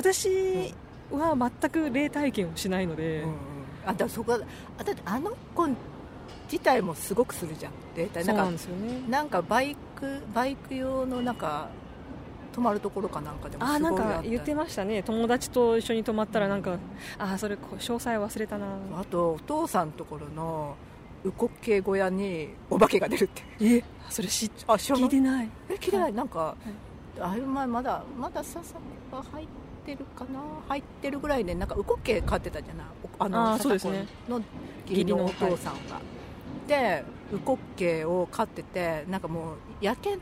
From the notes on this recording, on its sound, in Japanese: はじめての野外録音なので音量が分からなかったので各自調節よろしくお願いします。若干ホロ酔いなので。